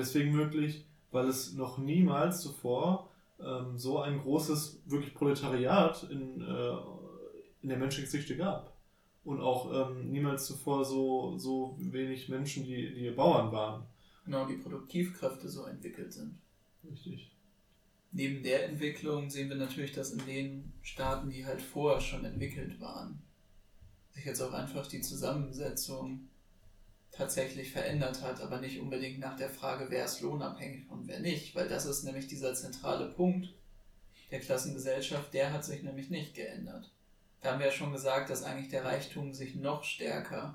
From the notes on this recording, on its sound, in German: Ab der nächsten Folge wird die Audio Qualität auch nochmal etwas besser, versprochen!